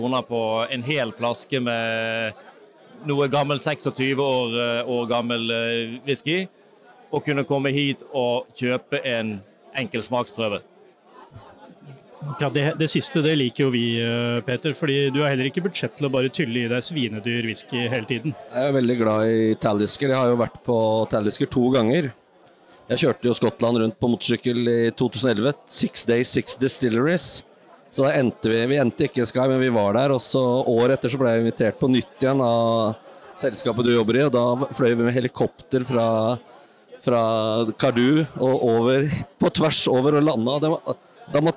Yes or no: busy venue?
yes